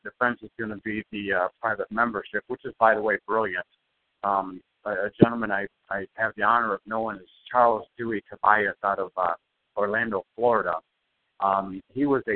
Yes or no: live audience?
no